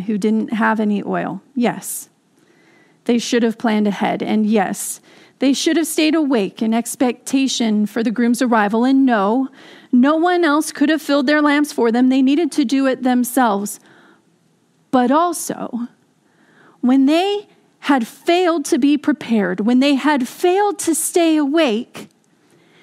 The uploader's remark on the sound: This message was delivered during the Contemporary Worship service. San Marino Community Church.